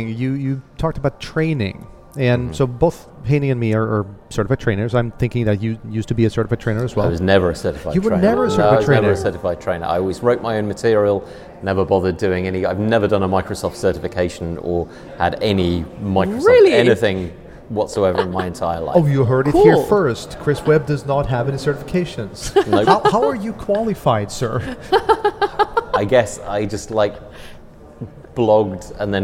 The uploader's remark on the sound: recorded at DataMinds Connect in Belgium